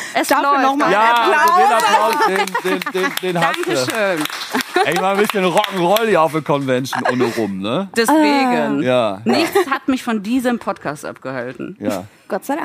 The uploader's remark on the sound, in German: Ein Gespräch vor Publikum